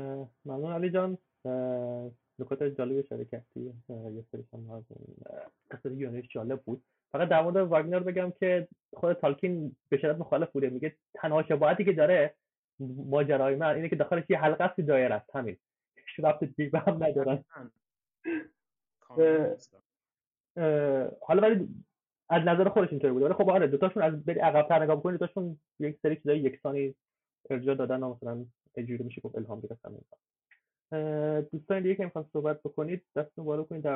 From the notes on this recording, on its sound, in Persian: این فایل محتوی جلسه آنلاین صوتی ضبط شده همراهان وبگاه آردا برای گفتوگو و تبادل نظر